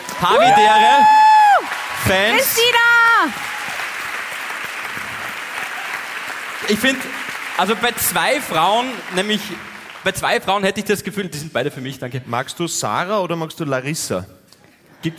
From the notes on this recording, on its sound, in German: Hawi D'Ehre LIVE aus Salzburg.